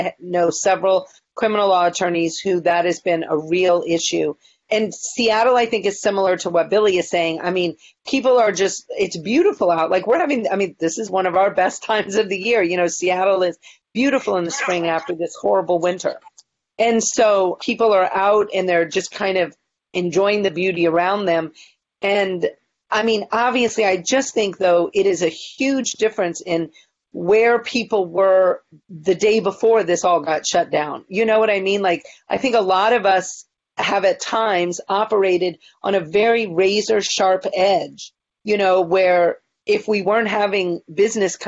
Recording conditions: video call